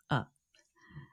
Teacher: That's a funny word, schwa, isn't it? When English speakers do not put any stress on a vowel, it sounds like this, a.